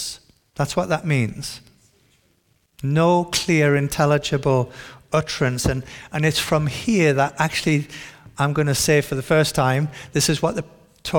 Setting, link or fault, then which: setting, large echoing room